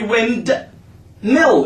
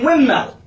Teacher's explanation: The D sound is gone. It's not pronounced anymore. · Shown in: second take · Term: historical elision